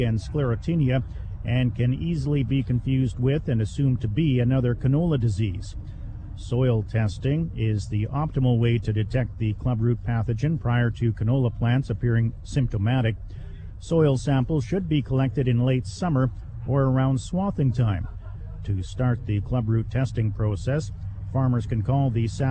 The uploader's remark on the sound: Live from Ag in Motion